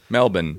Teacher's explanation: Yeah, I know. You have to learn to like get rid of the R sound.